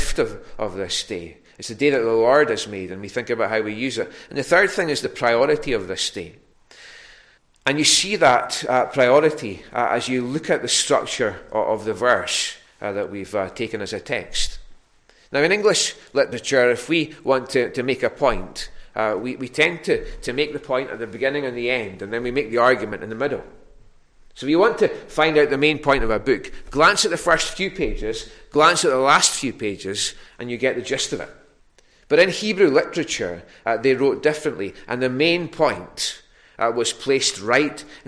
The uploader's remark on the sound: Recorded at North Harris Free Church.